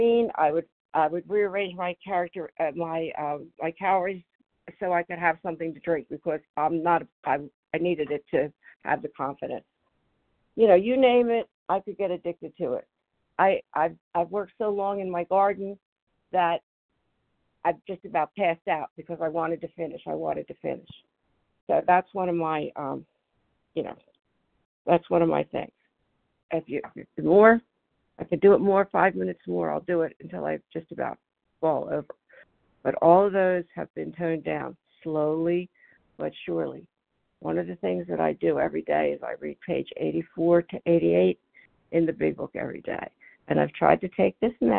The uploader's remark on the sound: 100 Pounders Phone Meeting